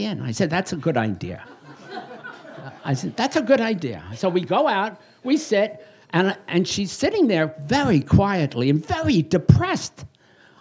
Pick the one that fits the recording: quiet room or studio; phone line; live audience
live audience